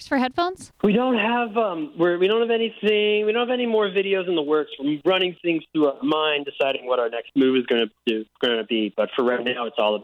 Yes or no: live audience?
no